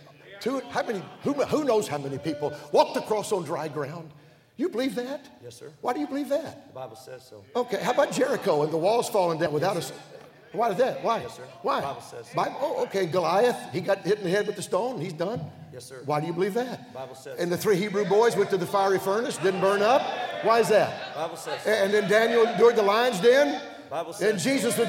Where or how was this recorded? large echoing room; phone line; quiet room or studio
large echoing room